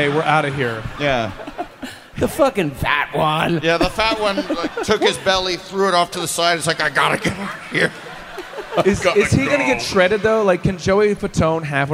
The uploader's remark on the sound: Live From Cleveland!